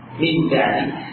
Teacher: Hanya saja suara nun berubah menjadi suara yang memiliki makhraj asli yaitu makhraj huruf mim dua bibir · Term: qalb